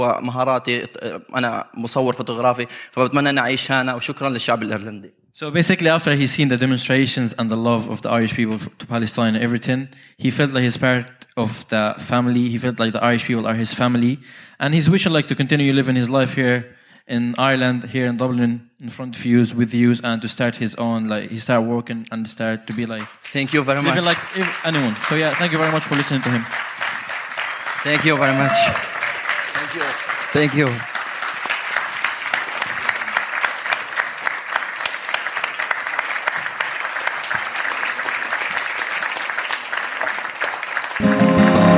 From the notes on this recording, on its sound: About halfway through the Podcasts for Palestine show. Who was in audience, wanted to say a few words. This podcast wasn't planned or rehearsed. A room of people who felt every word.